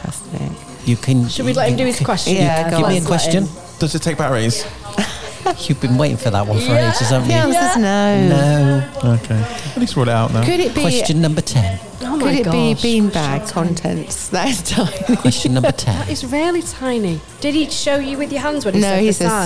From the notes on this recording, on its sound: recording from Cantine on Fleet's high street.